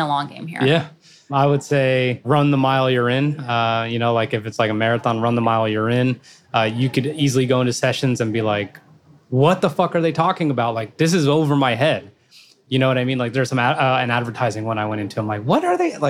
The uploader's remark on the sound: recorded at Podcast Movement 2021 in Nashville